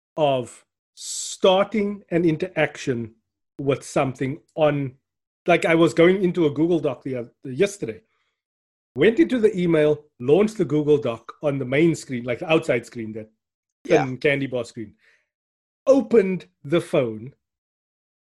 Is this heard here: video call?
yes